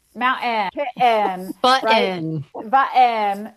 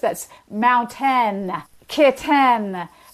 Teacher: But in Utah, the other thing that's often remarked on is the glottalization of T. · Shown in: first take